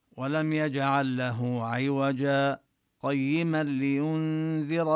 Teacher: ينبغي أن تسكت سكتة لطيفة إذا وصلت عوجا بقيما